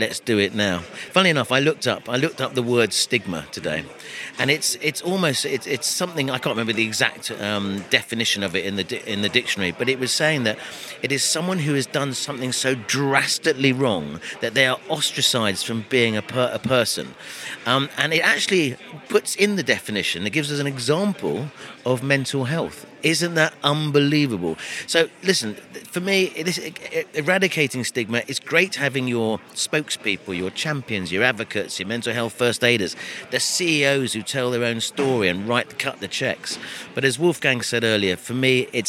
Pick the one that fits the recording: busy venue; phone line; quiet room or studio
busy venue